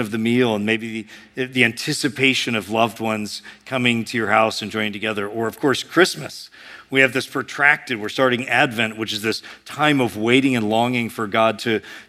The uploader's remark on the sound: A sermon preached at Sojourn East